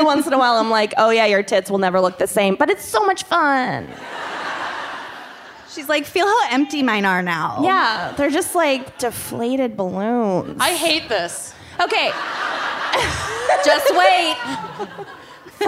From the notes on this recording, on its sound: Brooklyn LIVE! Live from Brooklyn.